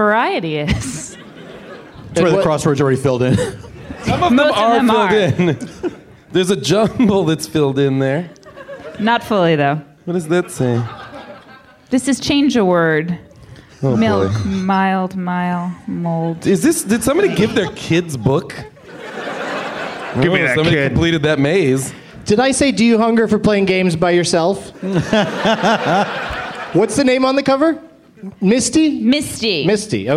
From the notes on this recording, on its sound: Live from Day 2 of Bumbershoot in Seattle